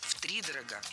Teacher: Втридорого – это неверно. Правильный вариант – с ударением на первом слоге.